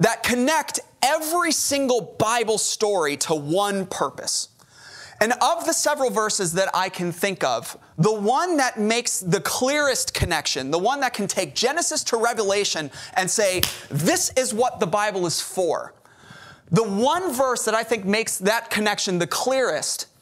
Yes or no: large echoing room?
yes